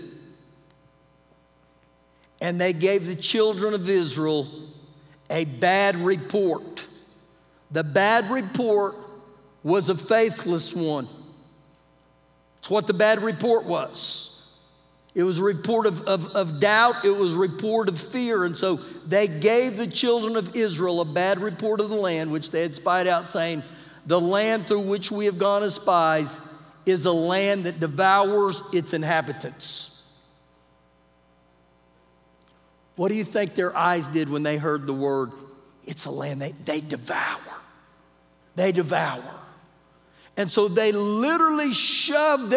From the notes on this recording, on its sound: Recorded live during our Wednesday night service.